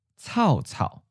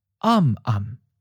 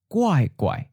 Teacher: the falling tone isn't dramatic enough, so the starting part has to start up higher at the topmost line for a big dramatic drop · Term: second tone, high falling